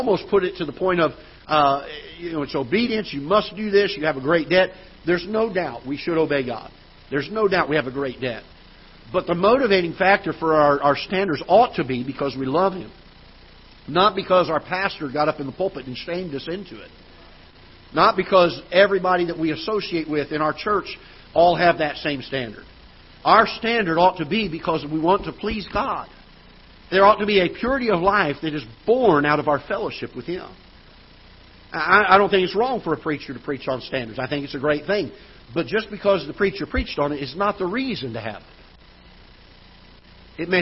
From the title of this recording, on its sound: Ketha Heights Baptist Church ~ Live Broadcast